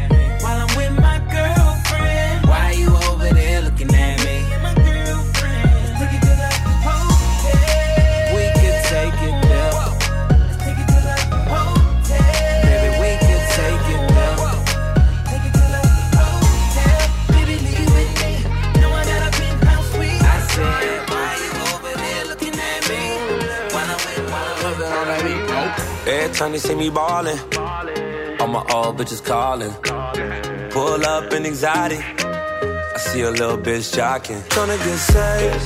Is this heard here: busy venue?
yes